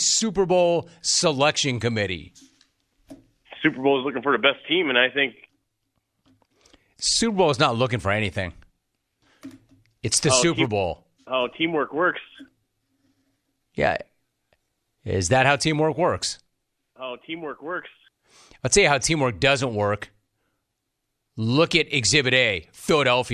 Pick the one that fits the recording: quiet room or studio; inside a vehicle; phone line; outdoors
phone line